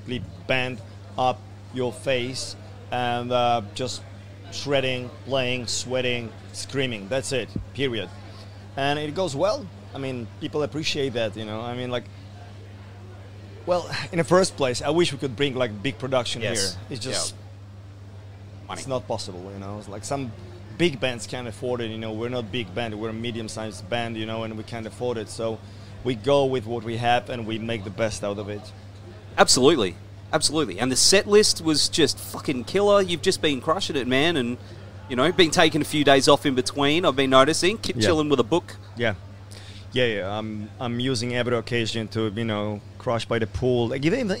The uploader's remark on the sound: at the Good Things Festival in Brisbane